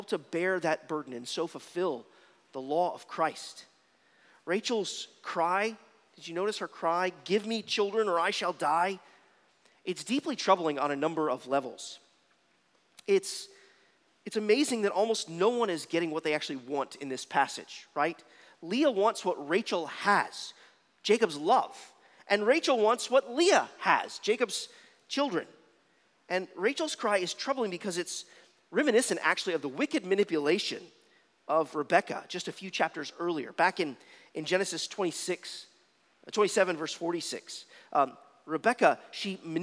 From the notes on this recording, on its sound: at Arlington Baptist Church in Arlington, Virginia